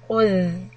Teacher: ذال has a سكون. We want to hold the sound. خذ. Also remember, when we go from a دمة to a سكون sound, we also want to change the shape of the lips, and that will change the sound.